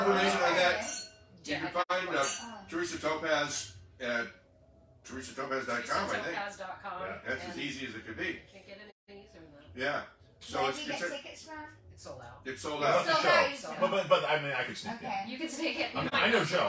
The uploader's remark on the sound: Live at the Peppermint Hippo!